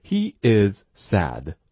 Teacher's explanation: Is 的 z 和 sad 的 s 两个读一个